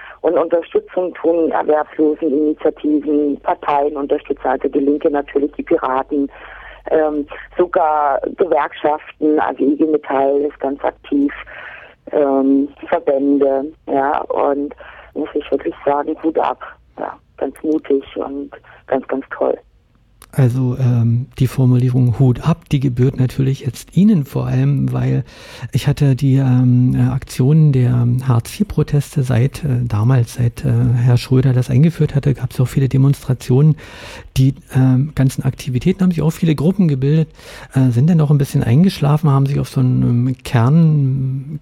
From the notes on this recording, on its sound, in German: am Telefon dazu ein lockeres Gespräch geführt